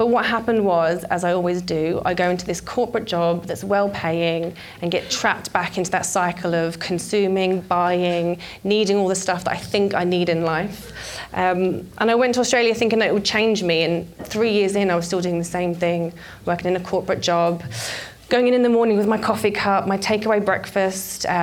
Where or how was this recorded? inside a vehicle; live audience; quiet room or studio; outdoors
live audience